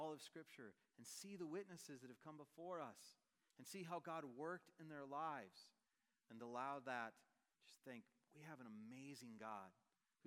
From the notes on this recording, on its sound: Message preached on October 5, 2023 at a Thursday Night Gathering of Coram Deo College Ministry.